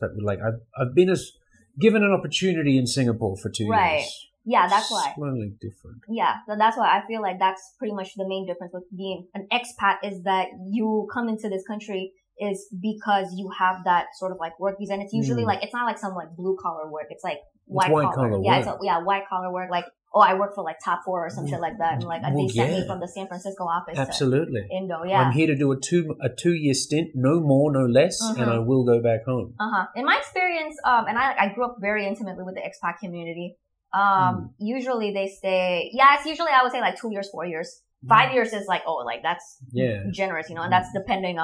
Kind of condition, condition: fault, poor microphone